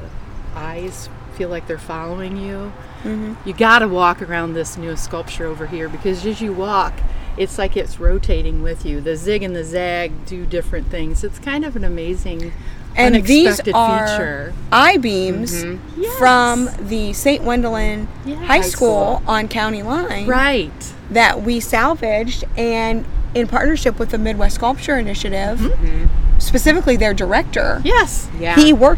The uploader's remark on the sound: Our third guest was the Fostoria Ohio Mayor. All throughout his interview were the "sounds of activity in small town USA".